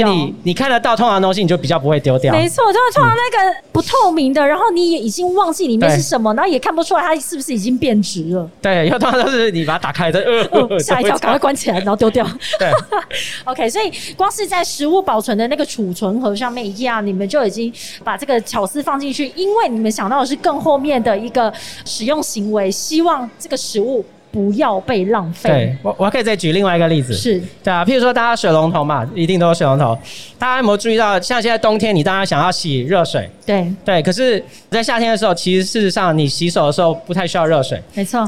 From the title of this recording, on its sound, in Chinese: 2021 Energy Taiwan智慧能源週-Live Podcast